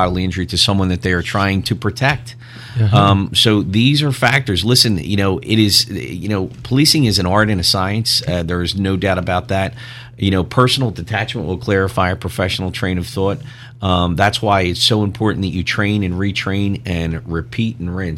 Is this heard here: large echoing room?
no